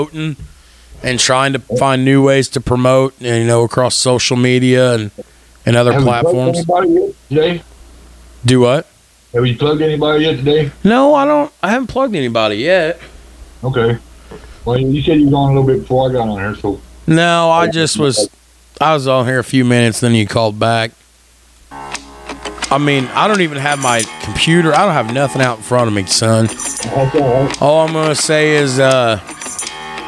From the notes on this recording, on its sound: Record remote from two different locations over the phone, testing out their new $50 equipment mod.